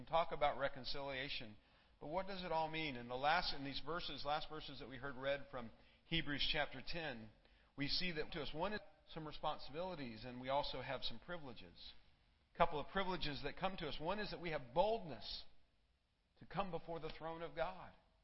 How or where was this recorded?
large echoing room